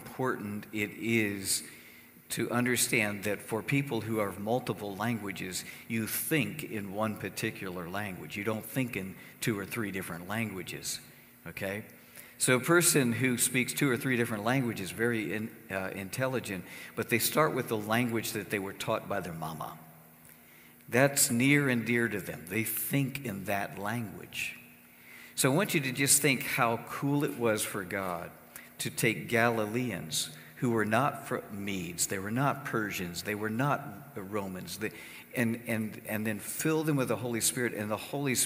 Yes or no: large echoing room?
yes